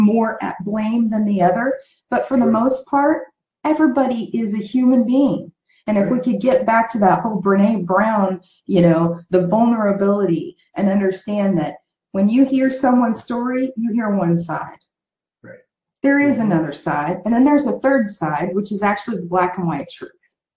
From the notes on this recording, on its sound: on a Facebook Live in her group Passion + Action